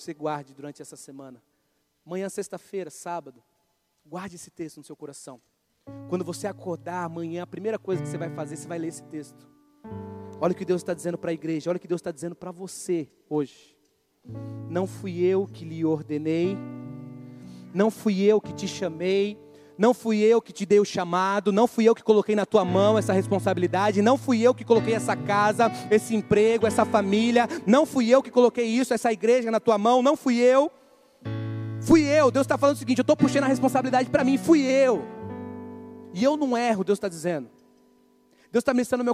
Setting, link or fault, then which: setting, large echoing room